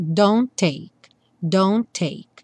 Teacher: entre o don't e o take, só um T aparece. Don't take, don't take.